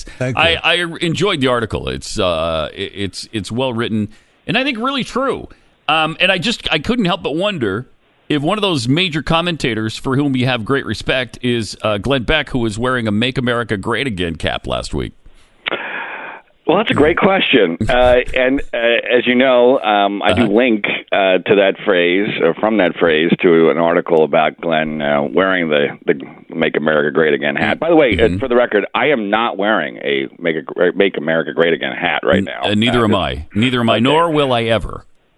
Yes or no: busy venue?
no